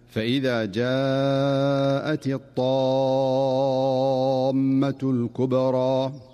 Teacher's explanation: فالطاء هنا حرف قوي مستعل مطبق، فلا تؤدى الطاء قريبة من التاء لأن كل حرف صفته التي تميز بها.